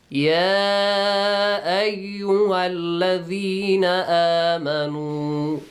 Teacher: Ya, the mad is not wajib, but you can stretch it.